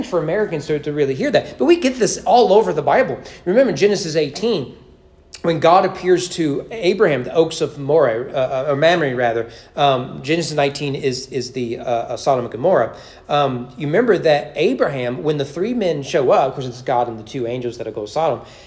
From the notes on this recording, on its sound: Sermon preached at East Frankfort Baptist Church on August 27, 2023 during evening worship.